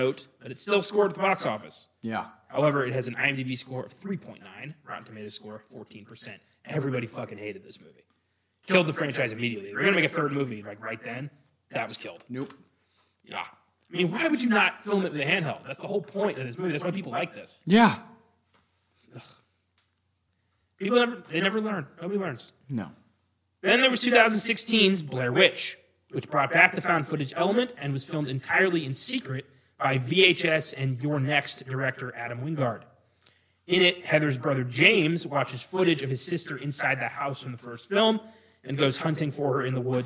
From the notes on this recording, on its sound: We apologize for the echo.